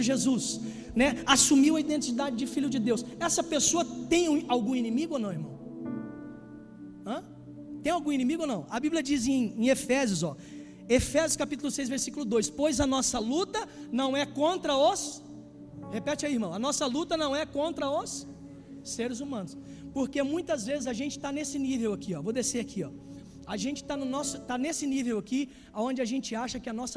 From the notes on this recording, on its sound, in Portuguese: Culto ao vivo.